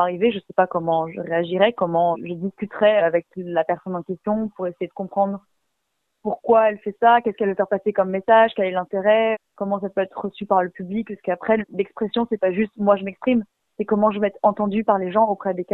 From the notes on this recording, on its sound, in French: Nous avons joint par téléphone. Cet article provient de Radio AlterNantes FM.